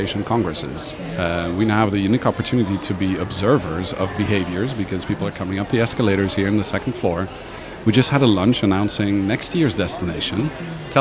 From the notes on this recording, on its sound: Live at WEC22. Live from Meeting Professional's World Education Congres 2022 in San Francisco.